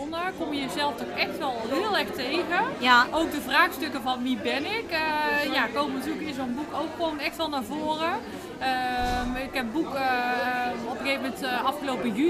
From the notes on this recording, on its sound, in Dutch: live op haar boeklancering